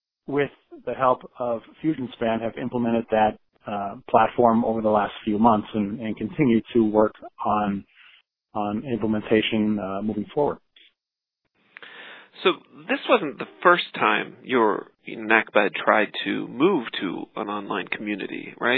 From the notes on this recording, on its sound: I spoke over the phone